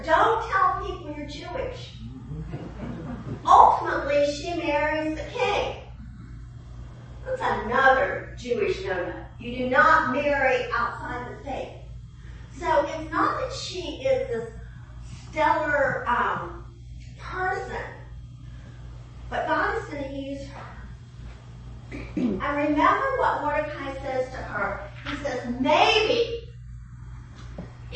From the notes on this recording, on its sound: 9am service. During the 9AM chapel service.